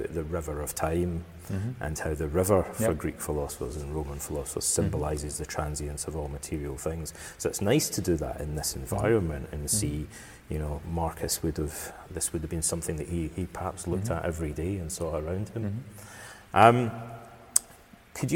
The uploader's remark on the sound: At the Museum Carnuntinum. I was visiting Austria for around a week. The audio was recorded live in the main hall of the reconstructed Roman villa in the archeological park, hence the acoustics.